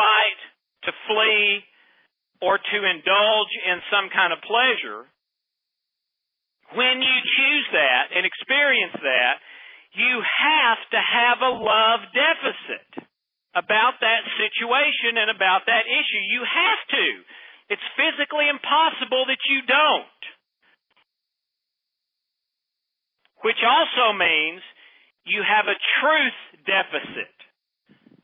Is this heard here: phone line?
yes